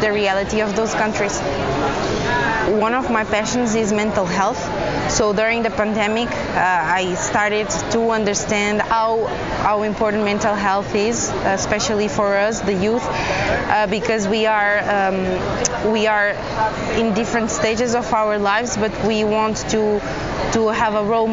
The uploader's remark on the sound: Live from One Young World Summit